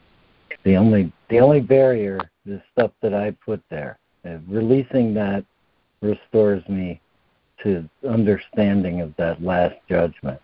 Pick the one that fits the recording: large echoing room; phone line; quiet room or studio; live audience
phone line